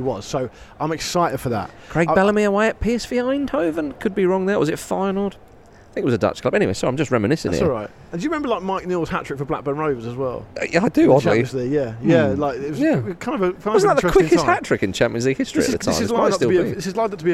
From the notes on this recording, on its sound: Special on-location Ramble Reacts last night! Recorded from the beautiful old stands of Craven Cottage.